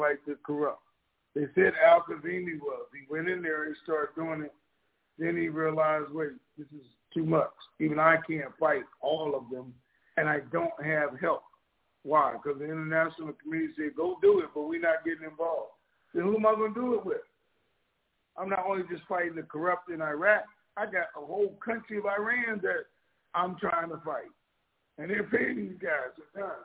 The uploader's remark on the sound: TNTSuperfantastic Conference Call - Wednesday, August 24, 2022